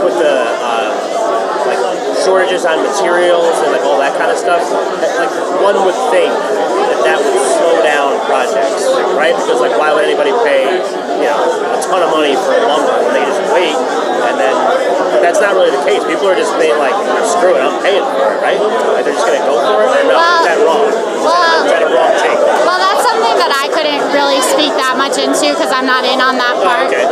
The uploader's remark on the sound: The Morning Spotlight podcast records live from the Beers and Referrals Networking Palooza on August 4th 2021. The event was held at HOPS Craft Beer and Wine Bar in Morristown, NJ.